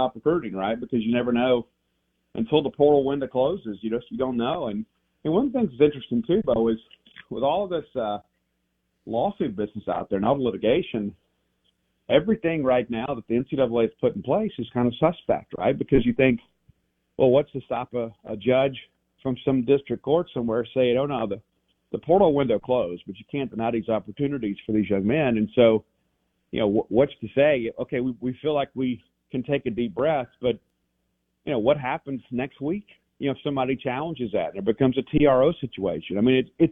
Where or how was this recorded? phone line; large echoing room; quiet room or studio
phone line